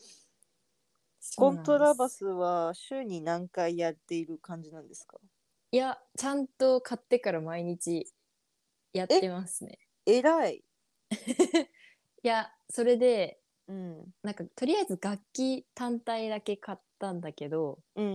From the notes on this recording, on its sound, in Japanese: 収録トラブルで少し音量が小さかったり、大きかったりしてます